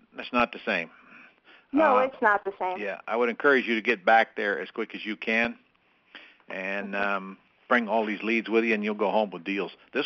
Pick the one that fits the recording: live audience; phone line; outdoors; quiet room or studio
phone line